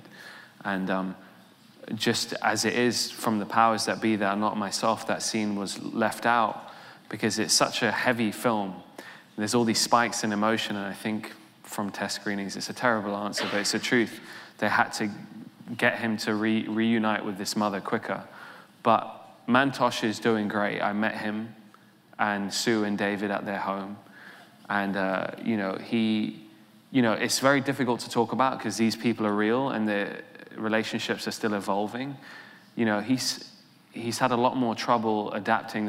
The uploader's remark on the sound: The conversation was recorded on Nov 21, 2016 in front of a live audience at New York's 92nd Street Y.